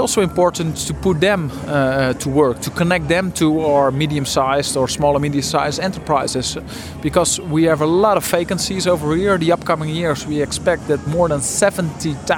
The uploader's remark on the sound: We recorded the interview at the official opening of the Una Paloma Blanca language hub.